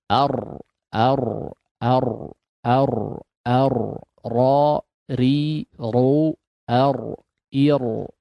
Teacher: bagian lidah yang digunakan itu lebih mundur lagi daripada huruf huruf nun, apalagi huruf lam · Term: huruf ra